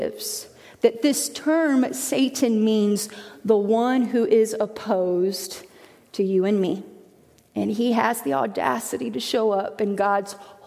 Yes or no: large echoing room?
yes